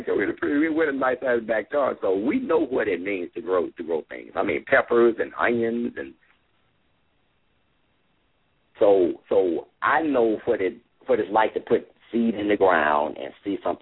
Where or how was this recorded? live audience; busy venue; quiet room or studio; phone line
phone line